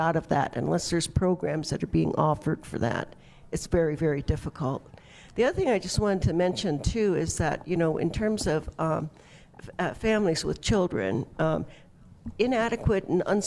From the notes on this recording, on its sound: Broadcasting live from the Women Are Sacred conference. Broadcasting live from the Women Are Sacred conference.